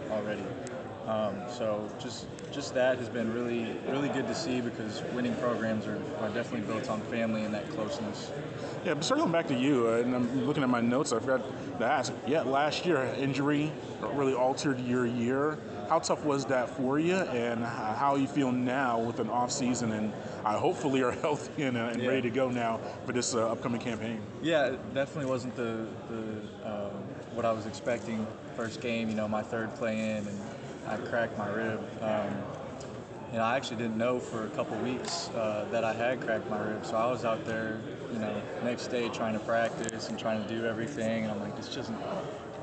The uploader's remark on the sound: During the Sun Belt Media Day event in New Orleans July 25.